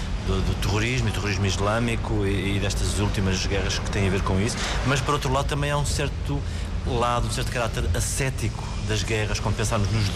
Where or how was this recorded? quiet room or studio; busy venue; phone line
busy venue